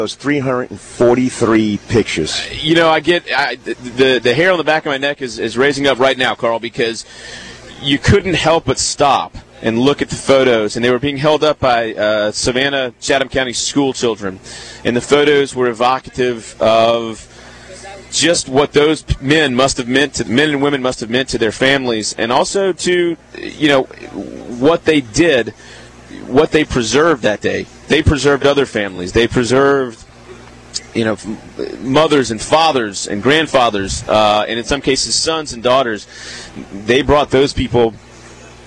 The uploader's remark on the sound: live form The Tunnel to Tower 5k Walk Run at Orleans Square in Savannah Georgia